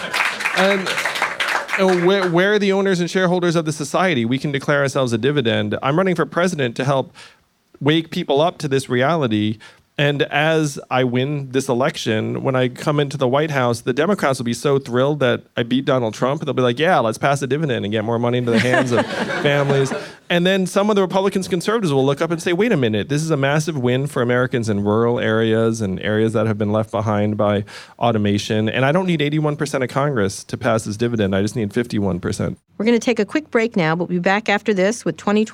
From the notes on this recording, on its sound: the San Francisco venue of this live interview